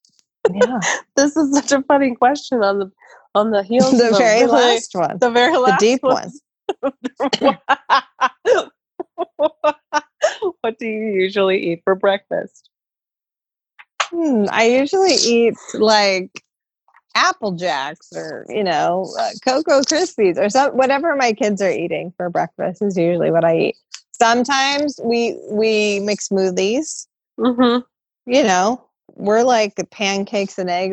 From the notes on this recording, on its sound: We chat via Zoom from the safety of our own homes in Seattle, the first hotzone of Covid 19 in the US.